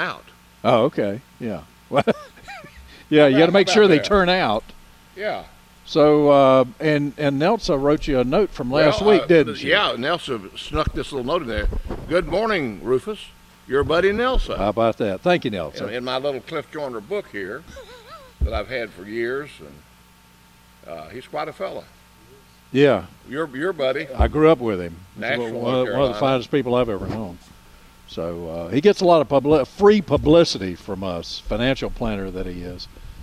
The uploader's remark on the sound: broadcasting live from Hand Picked Nursery